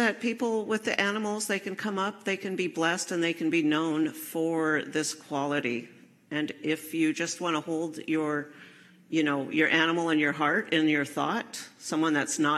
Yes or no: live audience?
yes